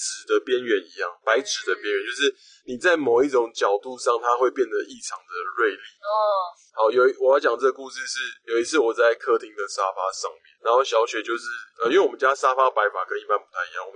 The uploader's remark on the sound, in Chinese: 本集為車上錄音，音質有點糞